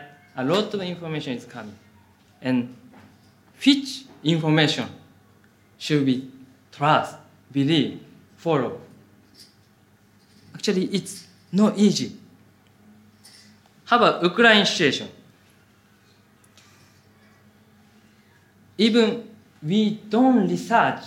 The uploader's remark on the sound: Audio from a sermon in Hatch End.